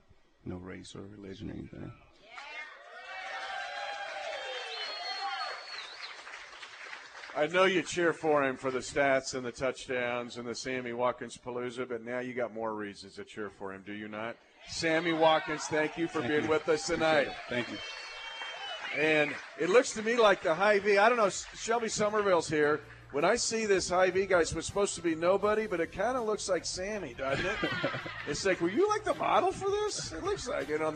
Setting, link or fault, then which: setting, busy venue